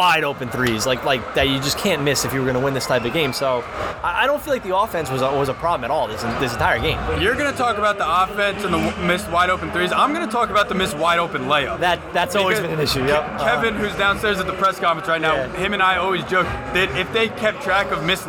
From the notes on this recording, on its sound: Live from MSG.